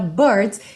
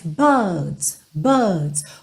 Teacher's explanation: eles não costumam enrolar a língua, e sim alongar um pouco o som dessa vogal anterior · Shown in: second take